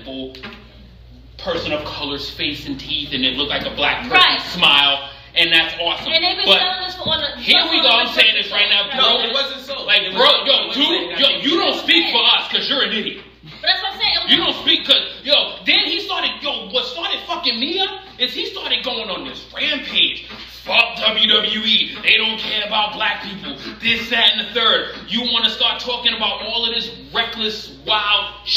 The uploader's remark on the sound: Full Gear LIVE at Luv Story Bar.